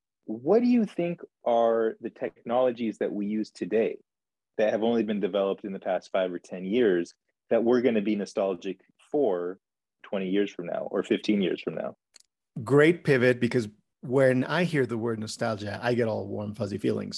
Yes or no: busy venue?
no